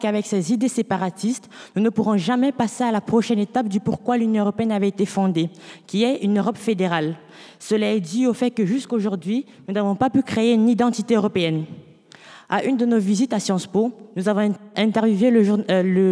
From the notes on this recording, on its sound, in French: une émission de radio en direct et en public à Lille